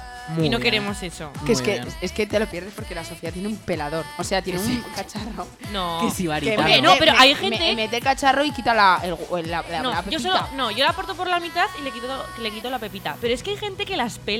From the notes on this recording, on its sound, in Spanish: nos hemos tomado las 'pre-uvas' en directo desde nuestra particular Puerta del Sol, en la Plaza del Jardín de La Almunia